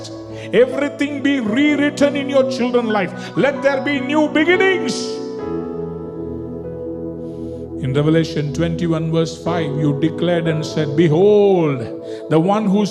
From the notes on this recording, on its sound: Recorded at freedomcentre church, Preston on Sunday 9th August 2020